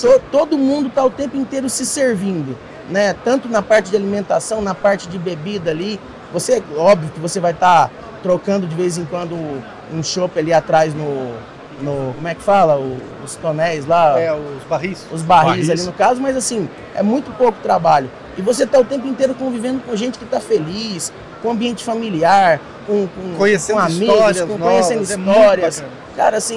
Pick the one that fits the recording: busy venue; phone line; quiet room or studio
busy venue